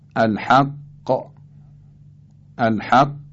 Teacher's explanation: این حرف در اینجا مشدده، باید تشدیدش هم رعایت بشه در هنگام قلقل، یعنی مکس مختصری بشه که تا دو تا حرف قاف تلفظ شده باشه و بعد قلقل بیاد